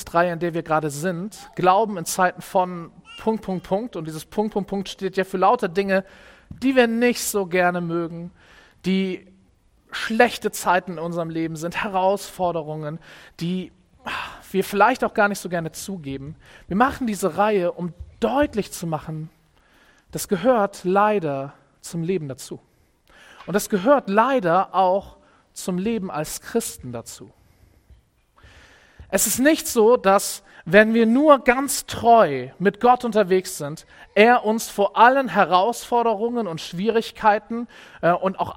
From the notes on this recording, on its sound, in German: Predigt im Rahmen des GreifBar+ Gottesdienstes